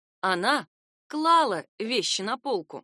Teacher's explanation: Ударение в форме женского рода прошедшего времени падает именно на первый слог. Это немного непривычно, потому что часто женский род диктует нам ударение на последнем слоге.